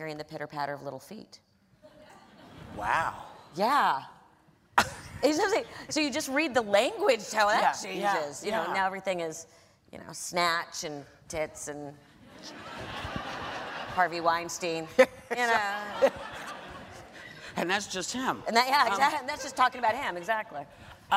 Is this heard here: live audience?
yes